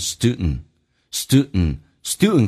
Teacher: 在美语当中 D 跟 N 组合在一起， D 可以不用发音，那么同时呢气流阻塞一下